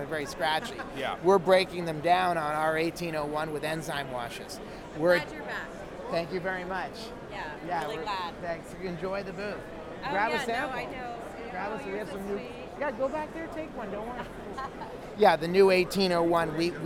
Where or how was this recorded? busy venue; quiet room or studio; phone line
busy venue